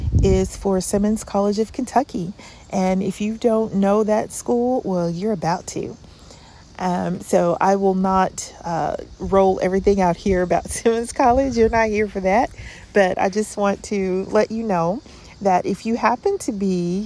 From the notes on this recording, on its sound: I apologize in advance for the wind in the background!